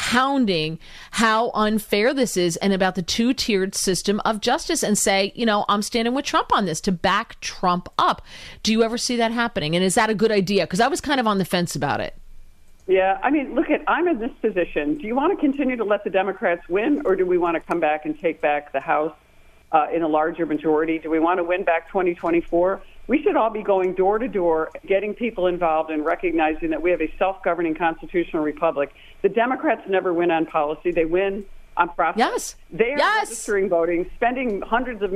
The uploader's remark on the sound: The phone lines open up to several Live callers with their opinions as well. On the Newsmax hotline.